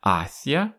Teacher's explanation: Ударение на первый слог.